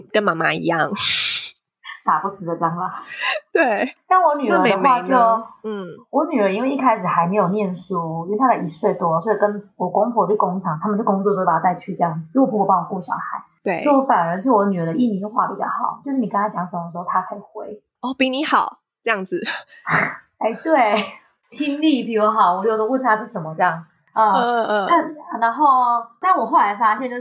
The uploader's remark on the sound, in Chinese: 本集為首度遠端線上錄音，由於收音設置和剪輯能力經驗不足，無法完全排除背景音些許雜訊，因此較不建議配戴耳機收聽。